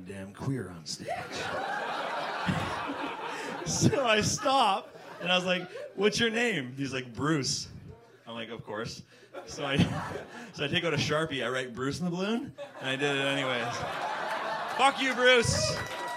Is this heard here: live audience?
yes